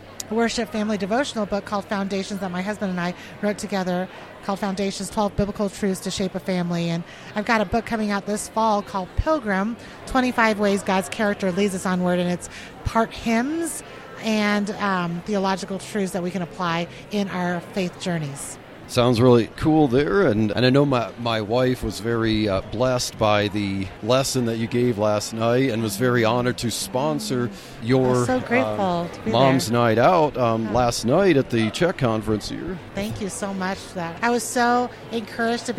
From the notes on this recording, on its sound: At the Rocky Mountain Homeschool Conference. On the last day of the conference I brought my portable podcasting gear and enjoyed a great montage of interviews!